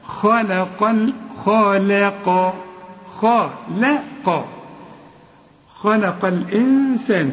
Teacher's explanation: بشبك القاف مع اللام وبتتلغي الهمزة دي عند الوصل · Term: همزة الوصل